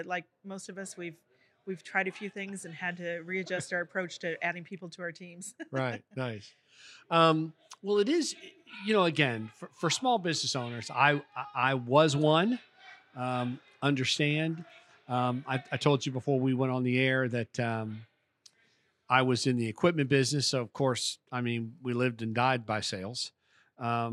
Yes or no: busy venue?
yes